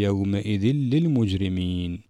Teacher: نلاحظ في حالة الإدغام عدم وجود الصفة وهي الغنة · Term: الإدغام الكامل